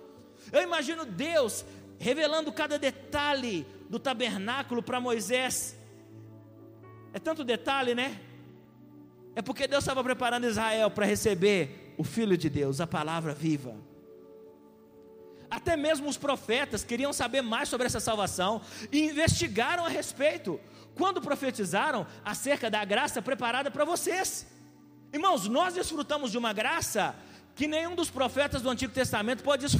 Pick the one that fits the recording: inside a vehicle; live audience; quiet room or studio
live audience